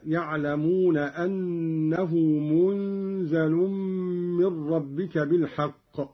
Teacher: قرأ قالون بإسكان النون وتخفيف الزاي مع ملاحظة إخفاء النون عند الزاي والغنة